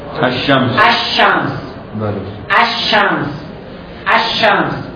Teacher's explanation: این لام رو هم جنس شین میکنیم، ادغام میکنیم